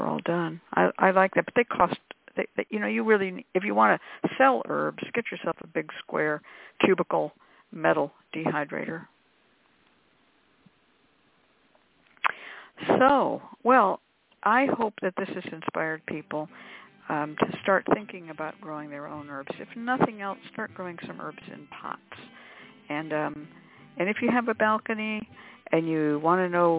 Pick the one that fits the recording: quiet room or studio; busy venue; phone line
phone line